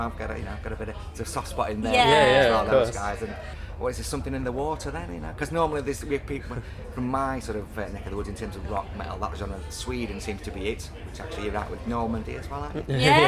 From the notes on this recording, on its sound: at Leeds Festival 2019 before their set on the 'Lock Up' stage